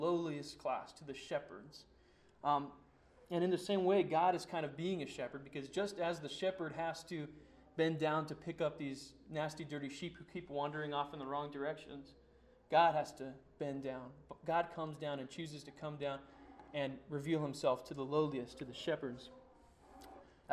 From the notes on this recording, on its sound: Sermon preached on Sunday, December 6, 2009 at Church of the Good Shepherd in Glendora